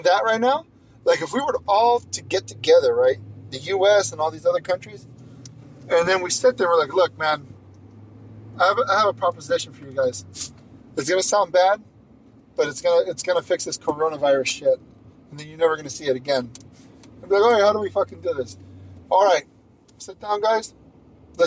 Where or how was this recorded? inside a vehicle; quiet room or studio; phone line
inside a vehicle